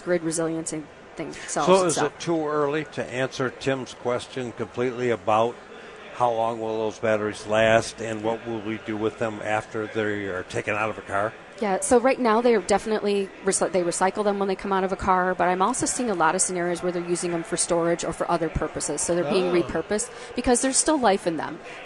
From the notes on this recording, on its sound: The guys are live from the Detroit Auto Show.